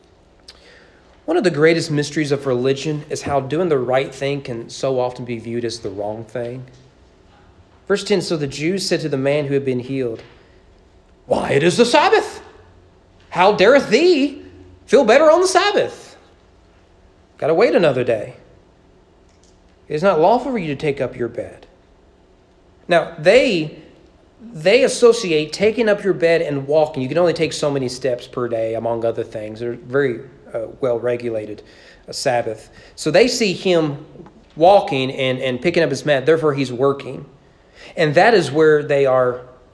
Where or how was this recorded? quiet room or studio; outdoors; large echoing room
large echoing room